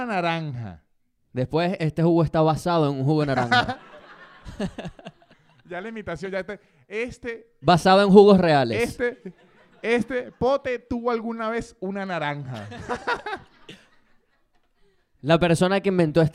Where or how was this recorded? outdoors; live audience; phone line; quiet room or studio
live audience